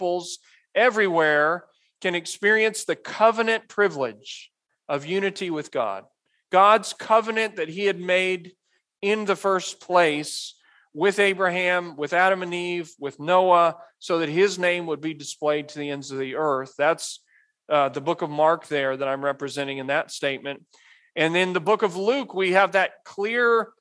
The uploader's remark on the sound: Message delivered at Immanuel Baptist Church in Springdale, AR on October 22, 2022